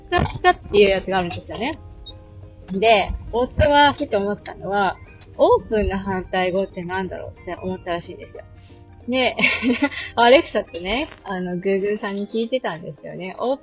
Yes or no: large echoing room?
no